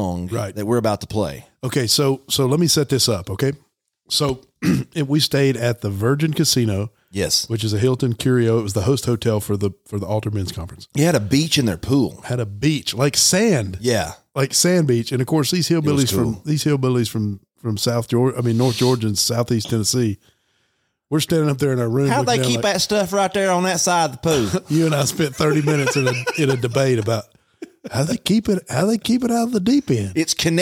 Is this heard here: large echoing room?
no